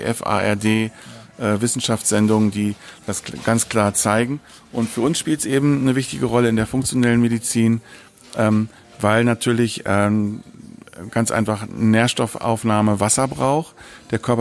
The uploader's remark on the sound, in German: Live vom IFMS Kompaktseminar im Juni 2018. Aufgrund einer Außenaufnahme bitten wir die Tonqualität zu entschuldigen.